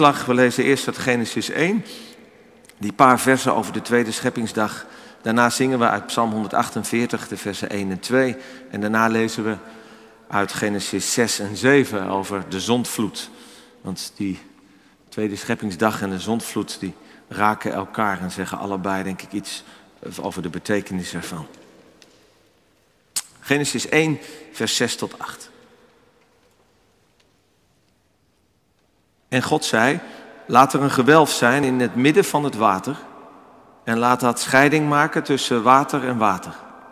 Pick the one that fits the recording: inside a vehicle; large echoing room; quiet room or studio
large echoing room